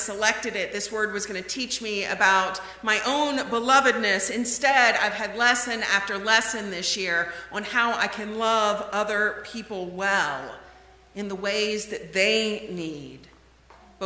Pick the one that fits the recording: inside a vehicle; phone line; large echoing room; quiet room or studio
large echoing room